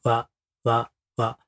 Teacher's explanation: 唇を使う音なんですが、魔のように強く弾くのではなく、優しく音を出しているということですね。特に、母音のあというのをそんなにあって広げない、はい、わわわ、母音のあっていうのは奥歯です。顔のこの半分よりも後ろの方ですよね、はい、そうするとそこでわわわっていうと、そんなにわって吐かない、吐けない。わの音は母音があですから、母音のあというのは奥歯のあたりで作る音ですから、必然的に前には吐けないということになりますね。わの起源、言葉の起源っていうと、ああわというよりもうわわわわというのが和の音の起源なんです。うから変化する感じですか、はいはいはい、ただしうを作っちゃダメだと。うの形から和、はい、和和和の音というのはもともとは和という音だそうで、だからといってうと和を分離させるのではなく、一気に和、口の形はうなんだけどそのまま和と出すと、そういうことですね。日本語の和という